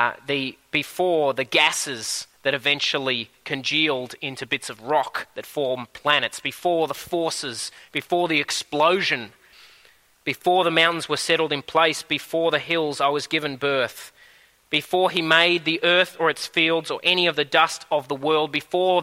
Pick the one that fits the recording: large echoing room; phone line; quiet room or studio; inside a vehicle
large echoing room